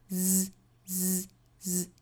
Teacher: 我们还是先发 z 的发音，也是舌尖去抵下齿齿背摩擦发 z，这个时候声带是震动的，因为它是浊辅音嘛